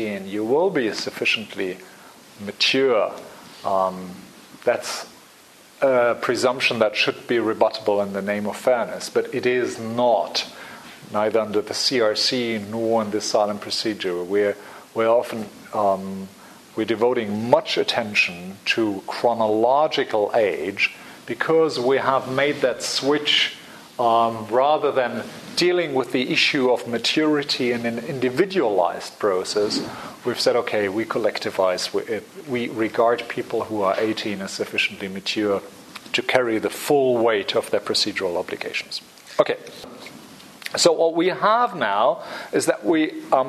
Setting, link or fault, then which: setting, large echoing room